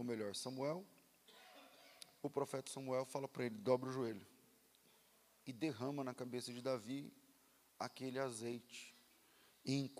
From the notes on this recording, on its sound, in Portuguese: Culto ao vivo.